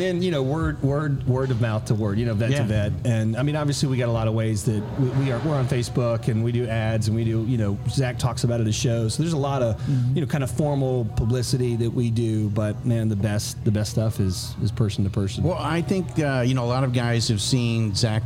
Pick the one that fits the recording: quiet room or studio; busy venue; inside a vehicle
busy venue